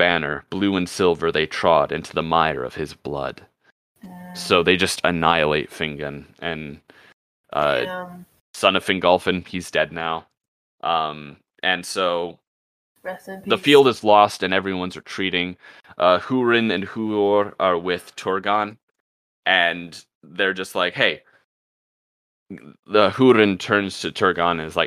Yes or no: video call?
no